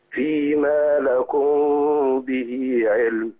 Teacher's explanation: هي المين هنا بعدها الباء اخفاء شفوي